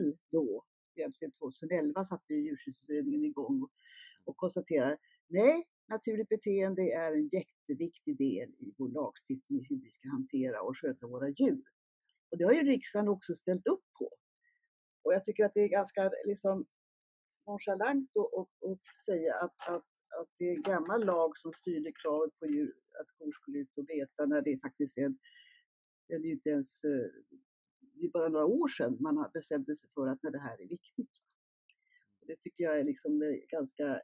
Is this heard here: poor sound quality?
yes